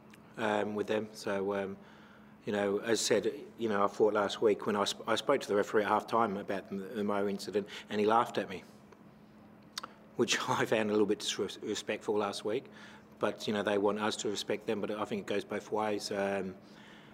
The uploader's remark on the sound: Post-Match Press Conference | Adelaide United v Macarthur FC.